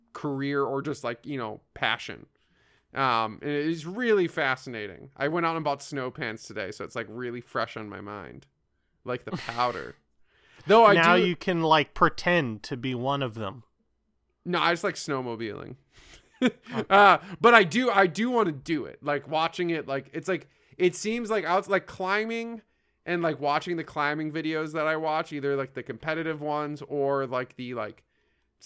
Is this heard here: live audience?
no